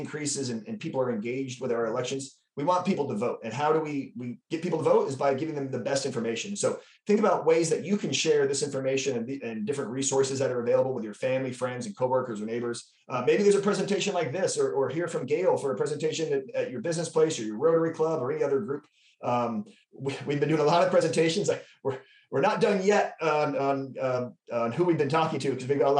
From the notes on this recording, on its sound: RECORDED: Wednesday, April 27, 2022 via Zoom. Addressing Alaskans features local lectures and forums recorded at public events taking place in Southcentral Alaska.